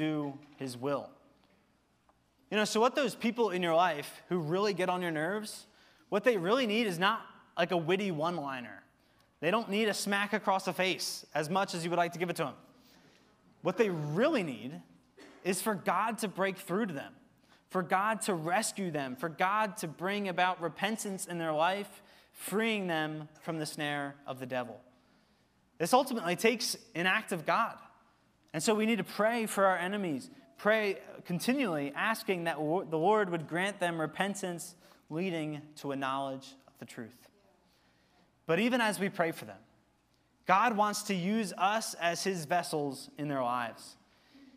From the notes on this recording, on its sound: Recorded service from October 15, 2023.